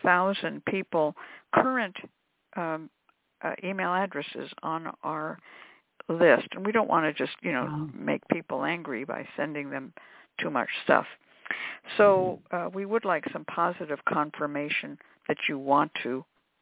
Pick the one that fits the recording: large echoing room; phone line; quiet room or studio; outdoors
phone line